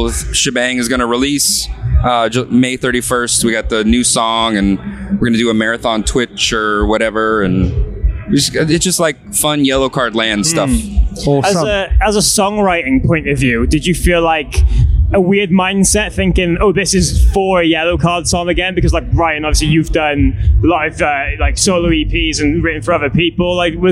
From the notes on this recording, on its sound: backstage Slam Dunk Festival 2023